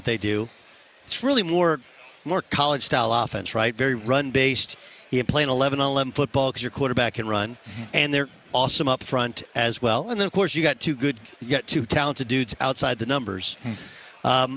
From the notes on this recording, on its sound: live on Radio Row in Phoenix ahead of Super Bowl 57!